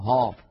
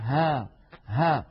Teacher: الهاء حرف مرقق فلا تفخم العرب الهاء أبدا · Shown in: second take · لا نقول ها بل نقول ها ها بأي حركة تحركت الهاء، كما أن الهاء حرف منفتح لا إطباق فيه ولا ينحصر صوته بين طرف اللسان وأقصاه مع سقف الحلق أو مع قبة الحنك.